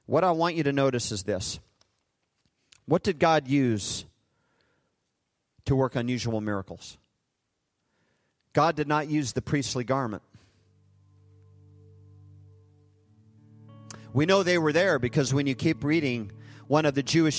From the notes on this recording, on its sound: Recorded live at Hope Church in Springfield, Mo.